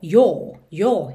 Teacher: O próprio inglês britânico, ele já fecha um pouquinho mais esse som do O